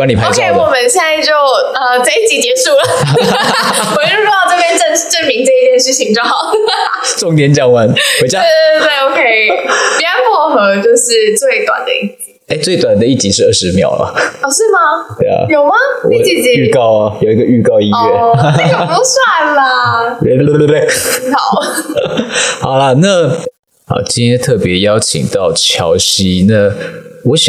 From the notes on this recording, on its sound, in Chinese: 這集的收音麥克風有點狀況，如果有不適請見諒。